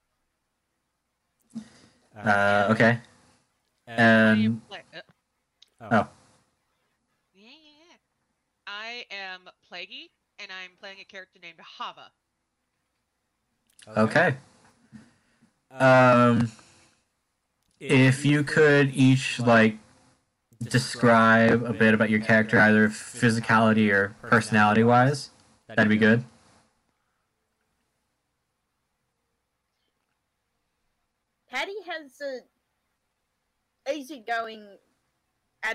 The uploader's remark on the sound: there are audio issues in the first few episodes